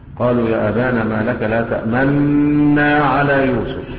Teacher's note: يقرأها بالإدغام المحض، لا روم ولا إشمام